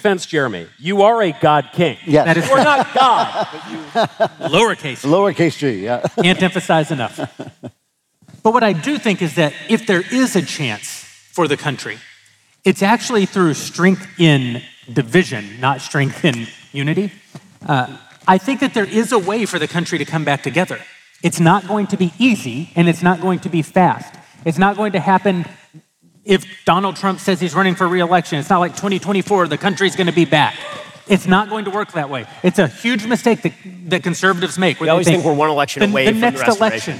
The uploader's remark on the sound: Daily Wire Backstage: Live at the Ryman